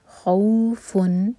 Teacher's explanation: खौ फतह को वाव से जोड़ें